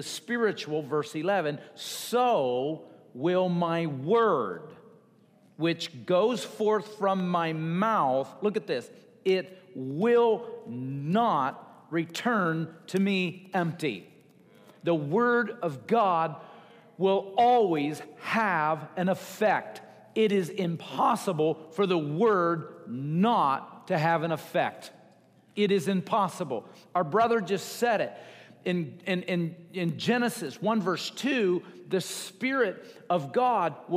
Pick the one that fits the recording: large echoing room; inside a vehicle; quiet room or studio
large echoing room